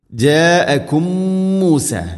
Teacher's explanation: ജാഅകും മൂസ, മീമുസാക്കിനക്ക് ശേഷം മീമ്, ഇദ്ഗാമു തമാസിലൈൻ, അവിടെ മണിച്ചുകൊണ്ട് ഉച്ചരിക്കണം. ഒന്നാമത്തെ മീമിനെ അടുത്ത മീമിലേക്ക് കൂട്ടിലയിപ്പിച്ച് മണിച്ചുകൊണ്ട് ഉച്ചരിക്കുക